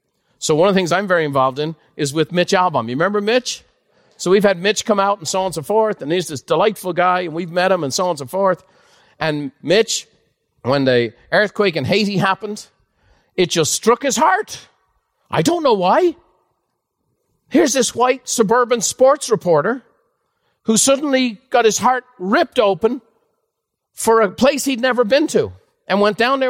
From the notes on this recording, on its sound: A live recording from Buffini & Company Peak Experience.